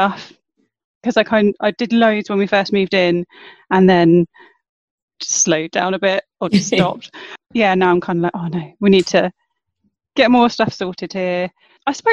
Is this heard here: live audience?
no